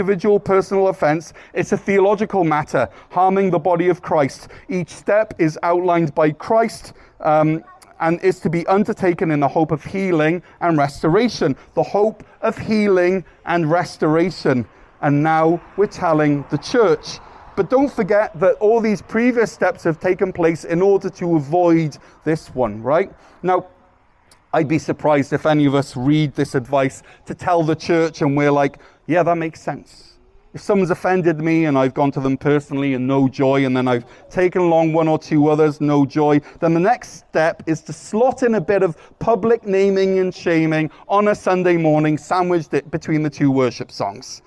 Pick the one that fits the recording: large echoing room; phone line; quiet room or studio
large echoing room